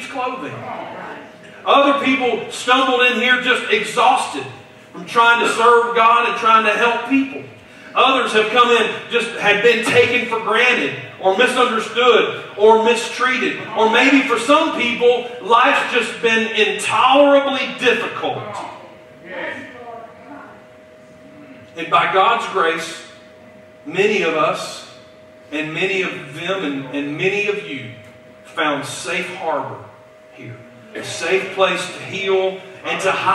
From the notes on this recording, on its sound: Due to technical difficulties, we could not record and stream our service as usual, which is why the audio for this message sounds different than it usually does.